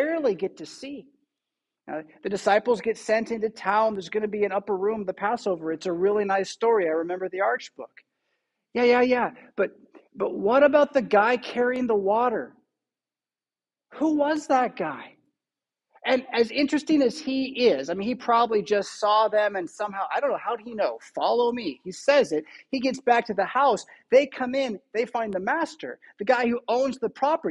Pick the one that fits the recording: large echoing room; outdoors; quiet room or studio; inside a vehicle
large echoing room